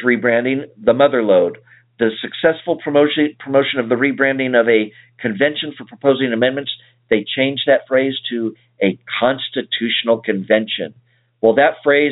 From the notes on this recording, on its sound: save some time for phone calls